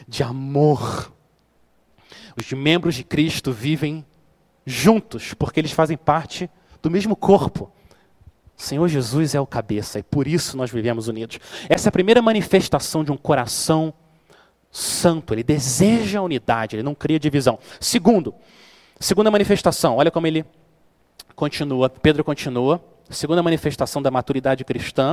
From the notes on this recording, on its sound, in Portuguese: Mensagem gravada na Igreja Batista Jardim Minesota